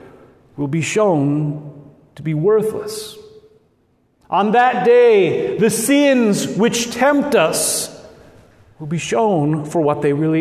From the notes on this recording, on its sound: at Good Shepherd Lutheran Church Lincoln Nebraska